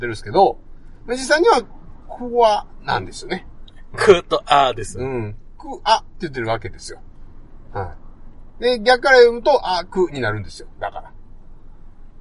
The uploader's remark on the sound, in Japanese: 今週は車中収録です。